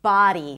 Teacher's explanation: think of the D and make it like really light, like a light tap